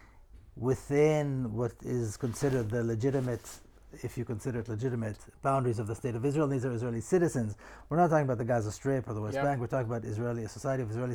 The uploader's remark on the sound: This episode was recorded directly from the Naqab desert in Southern Palestine, home to a large bedouin community.